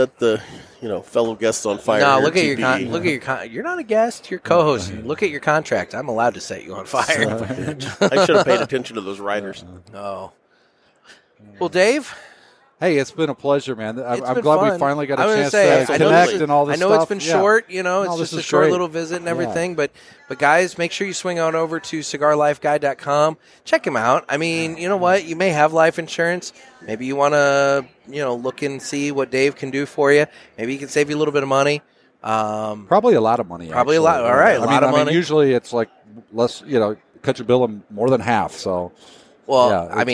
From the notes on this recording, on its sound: Coming to you from the show floor of TPE 2021.